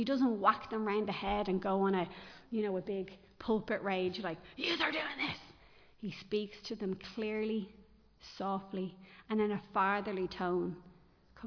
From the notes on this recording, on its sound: Recorded live in Liberty Church